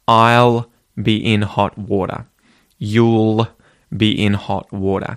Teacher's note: you can use the dark L where instead it sounds like a reverse W sound, like an ooh